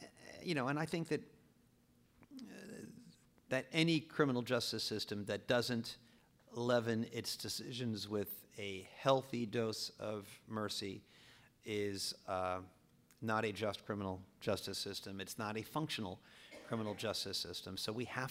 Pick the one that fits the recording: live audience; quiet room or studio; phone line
live audience